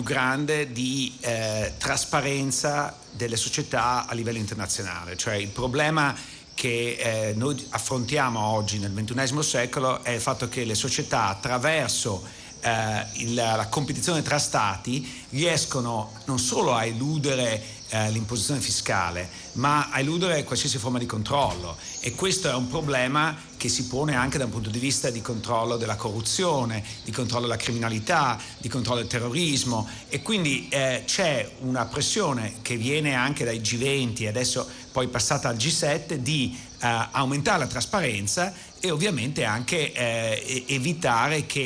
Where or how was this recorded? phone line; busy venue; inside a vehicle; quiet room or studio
busy venue